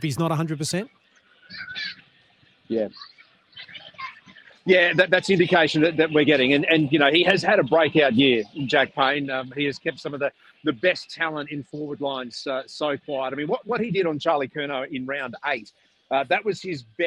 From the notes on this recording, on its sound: live from Brisbane Lions Training